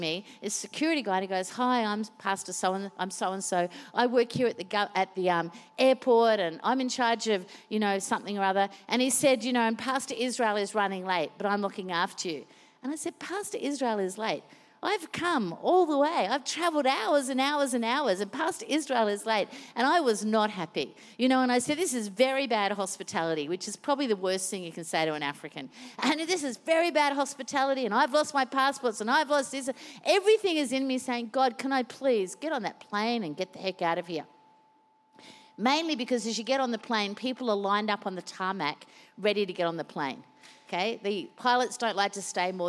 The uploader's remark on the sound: Recorded during our 5pm service